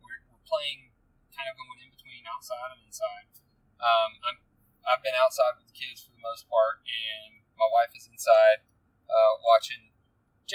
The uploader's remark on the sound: Sorry about the background noise on this one. It was recorded on my bluetooth and although I would rather record at home I haven't had the opportunity to do so in far too long.